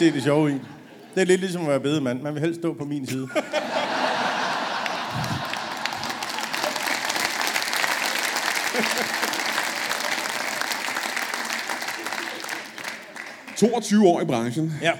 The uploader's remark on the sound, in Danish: LIVE fra Kjellerup